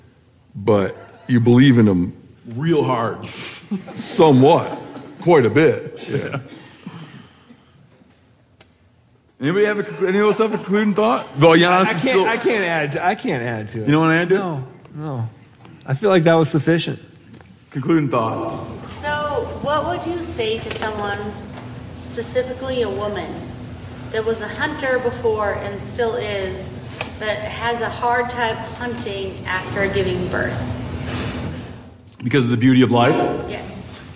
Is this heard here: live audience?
yes